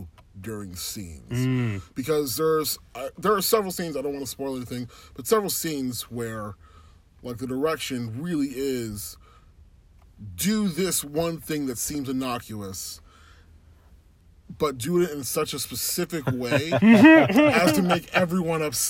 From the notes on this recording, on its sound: It's Hot Takes from a Hot Car. Car immediately following our screening and put down our initial reactions.